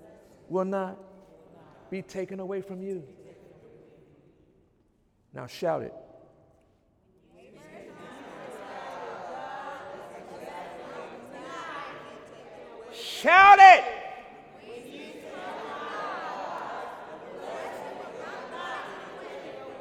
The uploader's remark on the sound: During Sunday morning service on May 7, 2017